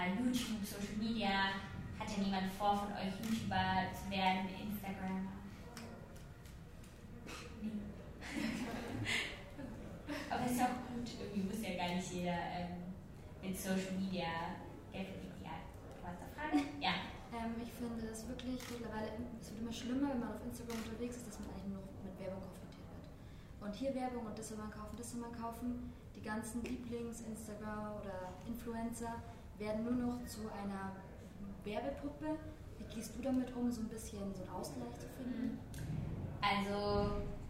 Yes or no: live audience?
yes